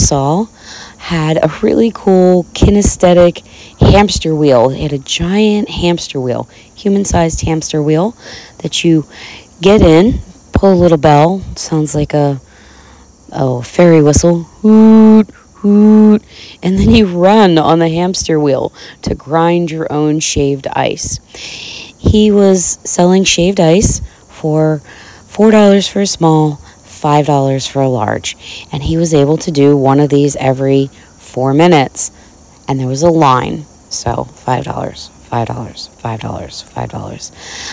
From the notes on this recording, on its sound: This episode comes live from my porch as I prepare for the final day of Kipona in Harrisburg Pennsylvania.